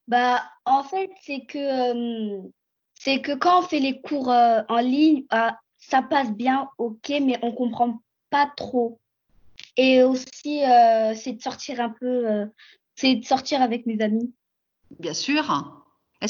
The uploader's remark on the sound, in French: Cette émission a été enregistrée par visioconférence